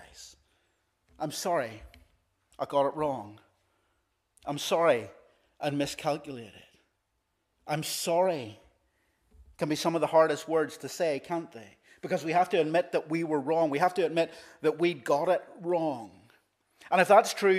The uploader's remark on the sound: This is the recording of the Bible reading and sermon from our evening service on Sunday 16th April 2023.